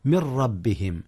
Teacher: من ربهم، هنا جاء الإدغام يا أستاذنا، ولكنه إدغام بغير غنة، لأن الراء حينما تلتقي مع النون تدغم فيه ويدغم فيها إدغاما بغير غنة